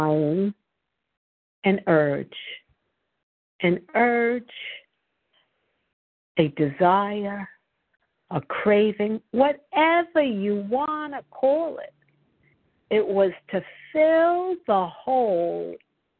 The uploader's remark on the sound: 100 Pounders Phone Meeting